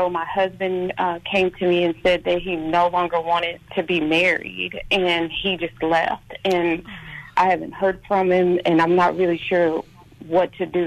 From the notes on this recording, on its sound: Caller Questions